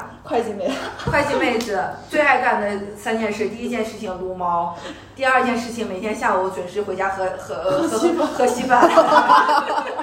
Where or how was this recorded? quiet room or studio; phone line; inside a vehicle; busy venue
busy venue